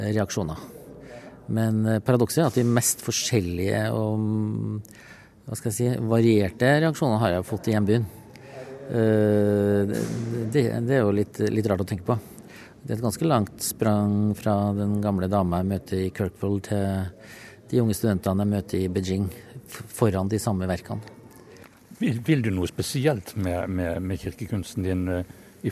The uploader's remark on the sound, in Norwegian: Under den Jødiske Kulturfestivalen i Trondheim